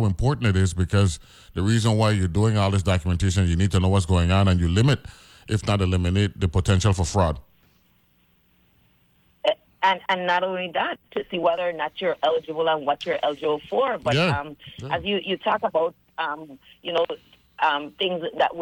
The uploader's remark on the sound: is joined on the phone